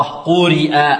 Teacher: قرئ الراء ترقق. لماذا؟ لأنها مكسورة.